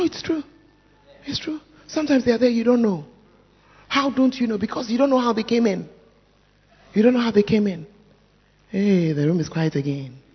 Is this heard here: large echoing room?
yes